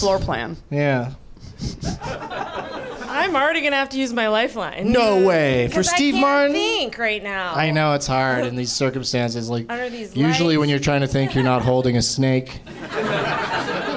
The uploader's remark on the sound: Live from the NerdMelt Showroom in Los Angeles